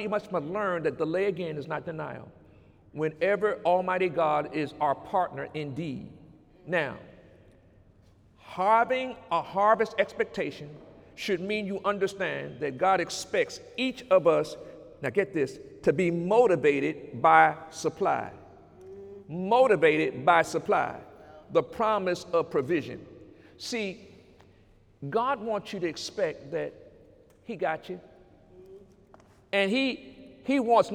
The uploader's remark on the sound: During Sunday morning service on November 4, 2018